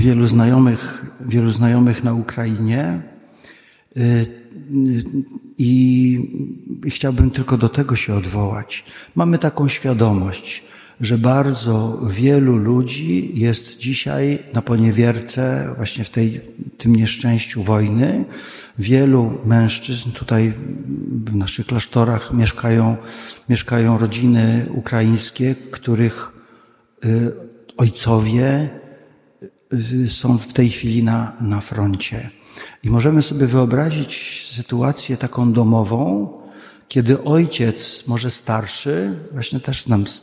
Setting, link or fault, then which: setting, large echoing room